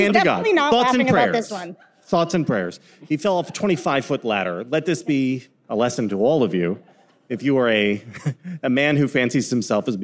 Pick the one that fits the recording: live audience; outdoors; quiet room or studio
live audience